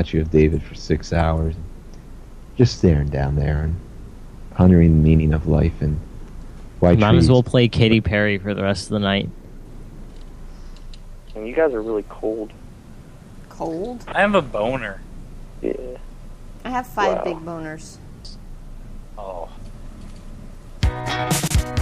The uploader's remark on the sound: …'s Personal Prank Phone Calls Collection.